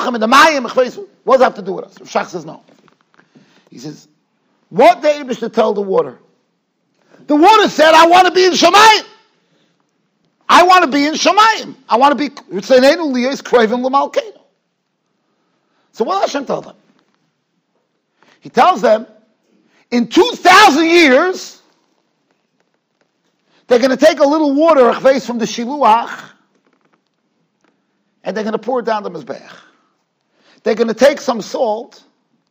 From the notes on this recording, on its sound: Shiur recorded in Yeshivas Ohr Reuven, Monsey, NY.